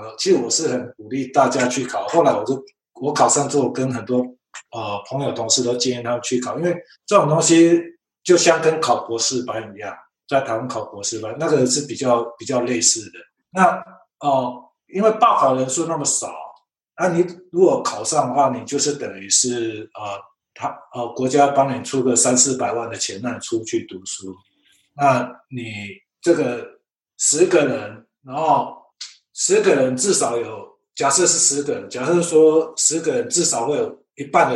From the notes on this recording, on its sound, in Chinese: 本次訪談為好奇槓鈴第一次線上LIVE錄影訪談的音檔版，有包括美國和歐洲運動科學的教授與博班學生等多人參與訪談及Q&A。